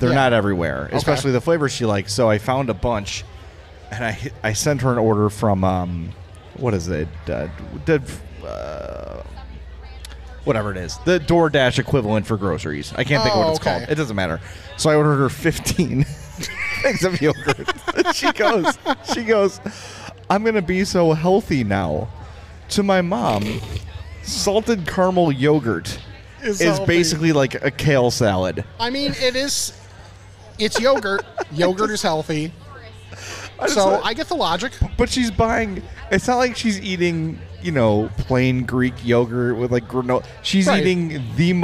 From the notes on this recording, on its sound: Homewood Fall Fest (Recorded Live). It's our first ever live recording.